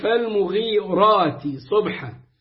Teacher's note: ففخمت الراء لأنها مفتوح